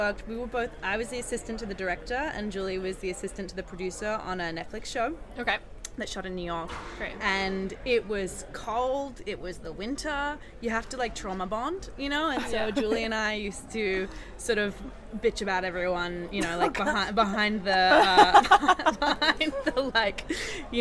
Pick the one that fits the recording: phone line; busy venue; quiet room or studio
busy venue